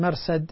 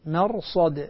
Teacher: لاحظت الصاد عندك كأنها نزلت لمستوى السين مرصد، لا هي مرصد، الصاد مفخمة حتى نفرق بين الصاد والسين · Shown in: second take